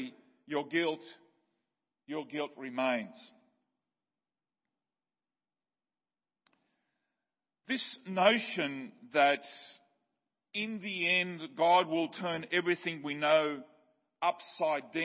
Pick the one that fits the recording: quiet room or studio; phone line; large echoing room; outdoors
large echoing room